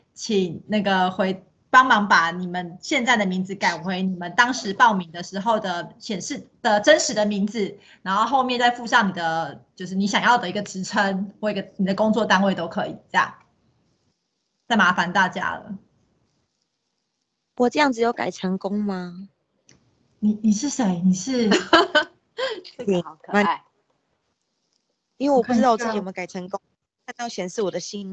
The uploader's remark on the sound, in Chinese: 此為線上課程錄音檔